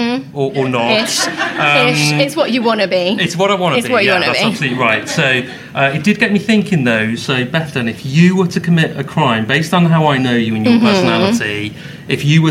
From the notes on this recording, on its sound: Our first ever live show! In front of an actual live audience! We had a blast at CrimeCon.